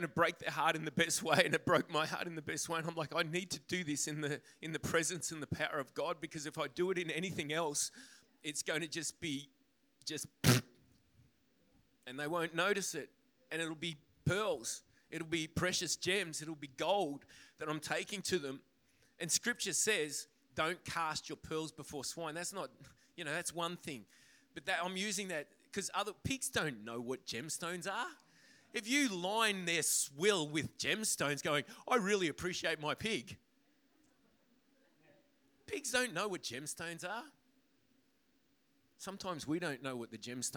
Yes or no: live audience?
yes